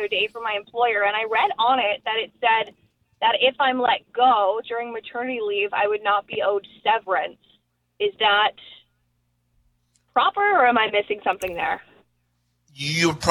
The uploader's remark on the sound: answers your questions and phone calls